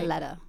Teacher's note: When did that T sound in English become the kind of a soft D sound?